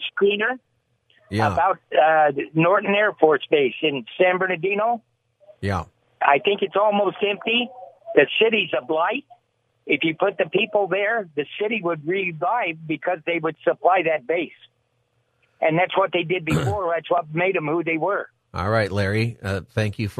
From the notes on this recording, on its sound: We continue open phone Friday where listeners can call in on any topic they'd like.